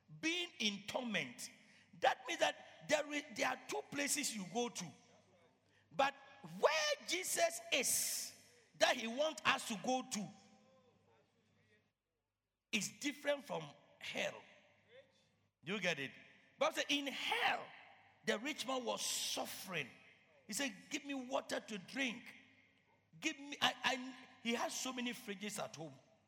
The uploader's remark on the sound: Preached at Loyalty House, Abbey, Dahwenya